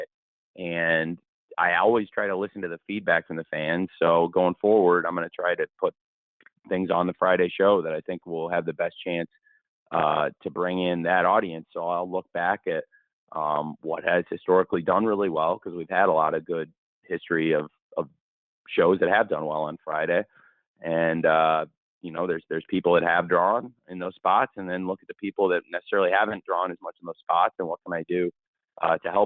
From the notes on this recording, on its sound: ROH Final Battle Media Conference Call.